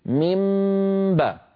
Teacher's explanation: إن أردنا يعني كما يقولون تعليلا لذلك، لعله خشية على هذه الميم أن تتحول إلى باء مع مرور الزمن وكثرة الألسنة فتصير مبعدي مبعدي، فيصير قلبا صحيحا ويصير إدغاما. حفاظا على هذه الميم المقلوبة عن نون مططنا الغنة تأكيدا على وجودها